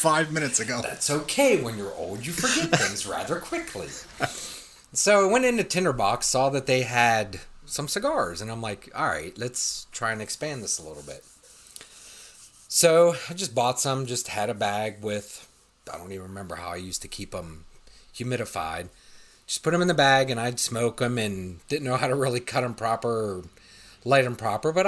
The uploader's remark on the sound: This was supposed to be our dress rehearsal but we figured it's recorded so let's go ahead and publish. We are aware that there are some slight technical issues with echo in this episode.